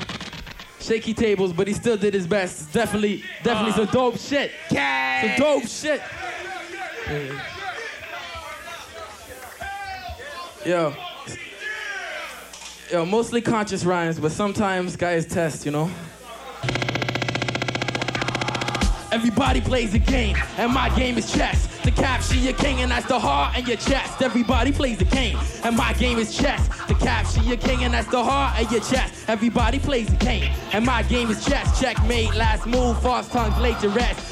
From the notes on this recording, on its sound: CKUT Live Remote Montreal Massive 4. CKUT broadcasts live from IsARt in Montreal.